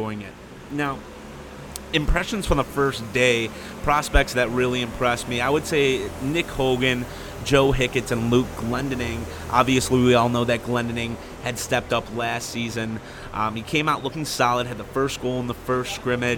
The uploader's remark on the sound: Live from Training Camp. Live from Centre Ice Arena in Traverse City, Mich. During the 2014 Detroit Red Wings Training Camp.